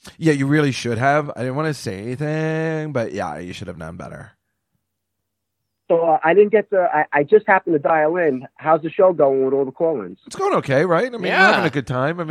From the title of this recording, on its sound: The Call-In Show